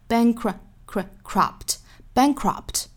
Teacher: bankrupt 这个词中间的这个 k 跟后面的 r 连读